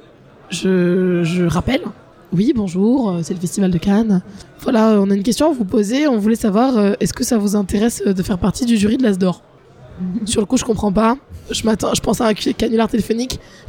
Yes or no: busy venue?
yes